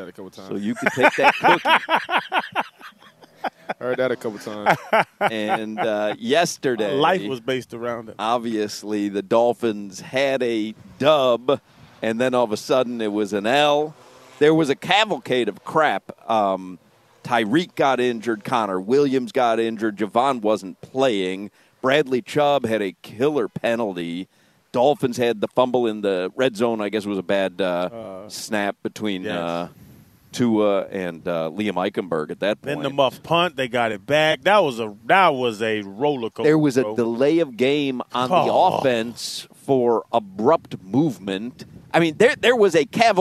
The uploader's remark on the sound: Live from Hollywood Kia.